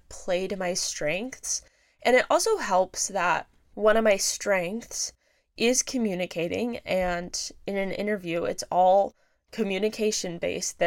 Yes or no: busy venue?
no